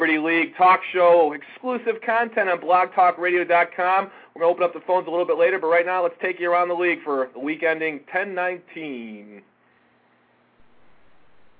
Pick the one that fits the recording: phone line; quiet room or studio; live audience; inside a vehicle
phone line